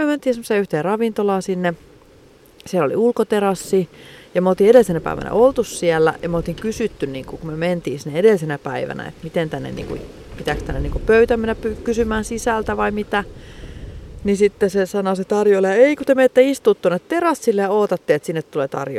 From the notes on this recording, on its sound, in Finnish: Jakso äänitetty pihalla joten ulkoilman korkea happipitoisuus aiheuttaa hetkittäin tarinankerronnassa hyppyjä.